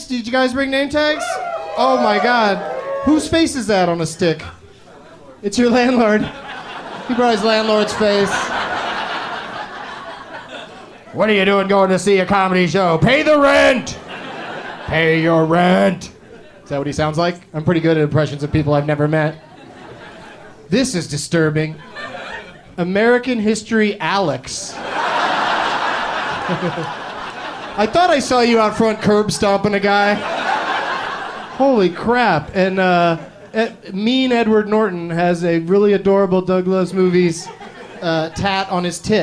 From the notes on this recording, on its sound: Live from The Punchline Comedy Club in Atlanta